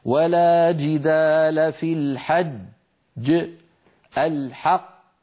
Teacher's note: يترك فراغا صوتيا بين الجيم الغير المقلقلة والمقلقلة